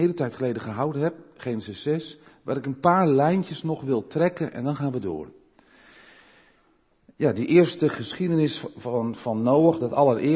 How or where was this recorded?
large echoing room